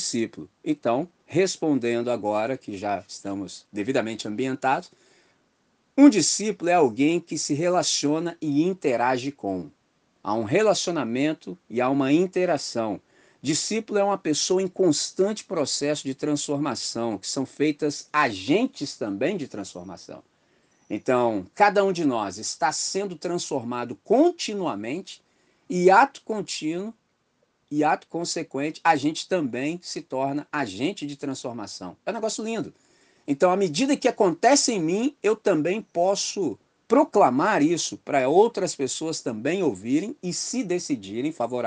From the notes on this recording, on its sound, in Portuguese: Gravado em 18 de Fevereiro de 2024 na reunião online da Missão Batista em Candelaria, Volta Redonda, RJ.